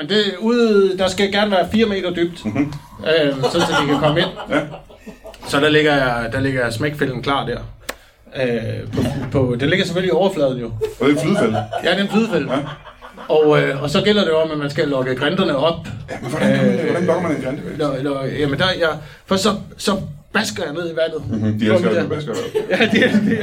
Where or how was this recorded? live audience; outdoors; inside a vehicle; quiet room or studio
live audience